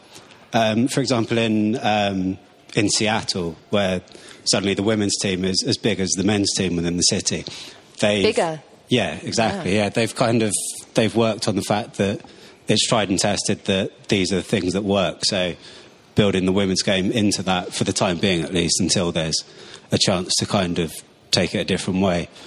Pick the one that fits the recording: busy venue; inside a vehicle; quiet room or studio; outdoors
busy venue